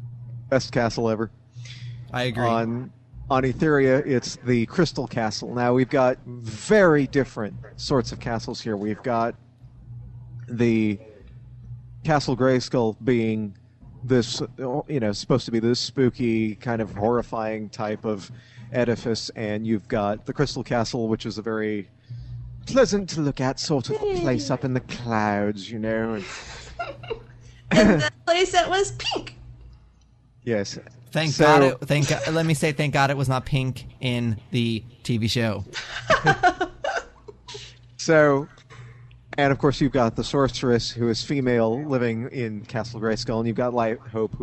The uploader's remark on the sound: Live at Wizard World Chicago.